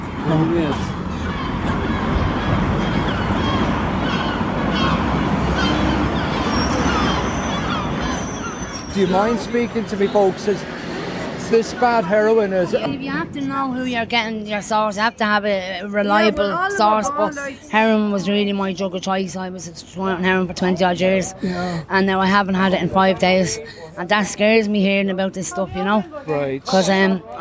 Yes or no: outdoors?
yes